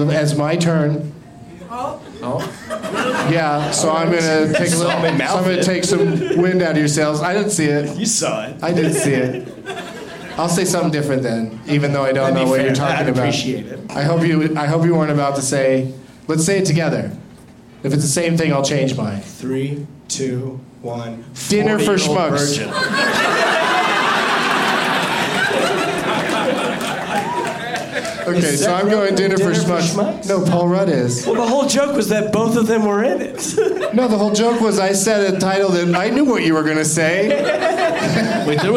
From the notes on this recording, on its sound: Live from Comedy Works in Denver